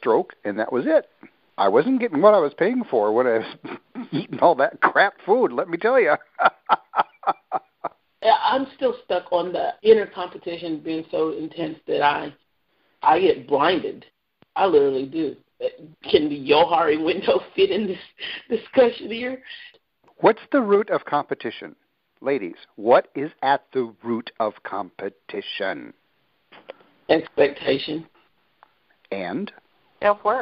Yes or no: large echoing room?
no